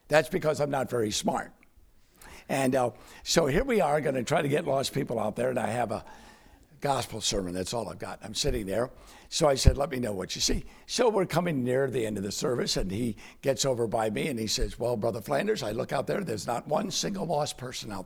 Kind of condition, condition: setting, large echoing room